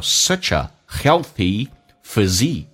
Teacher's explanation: No wonder you have such a 有一个连音，such 跟 a。叫 such a healthy physique,重音在后面。